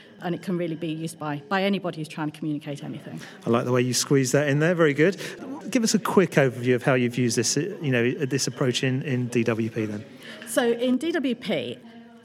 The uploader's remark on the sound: The second of two episodes recorded at PRWeek's Strategic Internal Communications conference, where we caught up with a number of the speakers from the event.